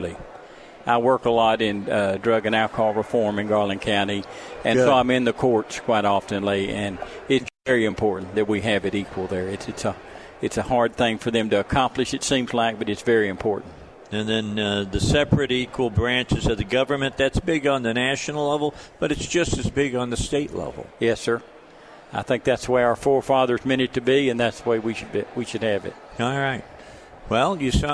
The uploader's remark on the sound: Live at the State Capitol for Filing Day